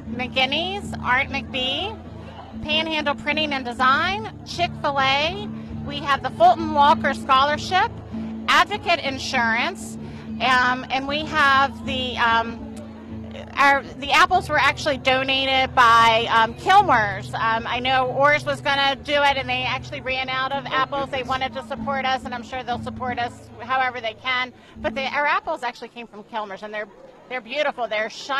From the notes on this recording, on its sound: broadcasting live from War Memorial Park in Martinsburg for the annual Free Memorial Day Pancake Breakfast hosted by the Rotary of Martinsburg!